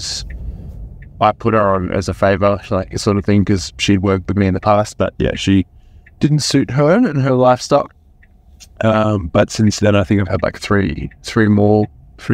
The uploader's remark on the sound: Coaching in the Car